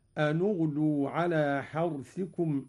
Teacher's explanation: قرأ قالون بضم أولى الساكنين وهو النون